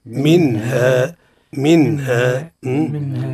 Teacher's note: غير مراة من السكون، يعني فوقها سكون. أتى بعد حرف من حروف الحلق الست اللي هو الهاء، حكمها الإظهار